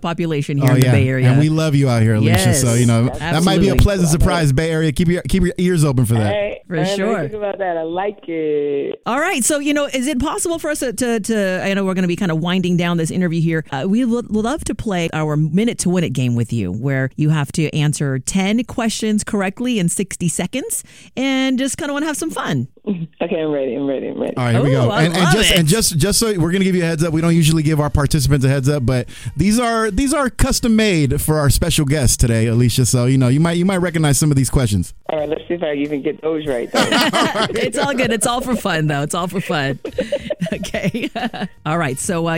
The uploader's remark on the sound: Get on the phone line with the decorated vocalist.